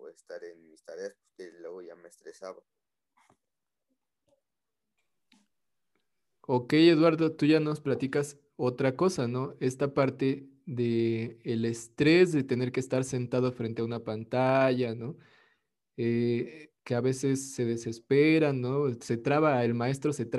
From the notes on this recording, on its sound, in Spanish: Grupos Zoom de 1°ABCyD. Escuela Miravalles, Iztapalapa, CDMX.